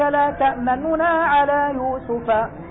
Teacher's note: بنونين، أولاهما مضمومة ضمة مرومة، يعني جزء من الحركة · Term: الروم